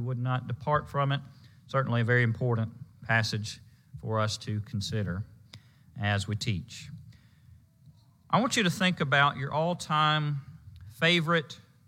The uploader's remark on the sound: Preached at the Marietta, OK Church of Christ on Sunday, May 29, 2022.